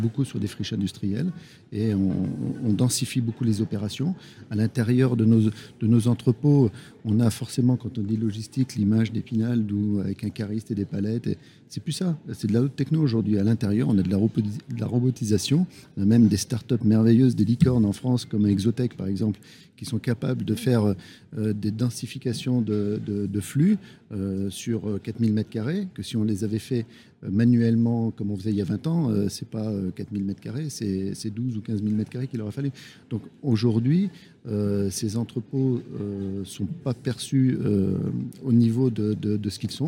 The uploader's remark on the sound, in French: Emission spéciale en direct du SIMI 2022